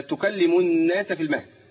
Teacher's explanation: على طول مضغمه في النون، بقت النون مشدده بسبب ادغام اللام فيها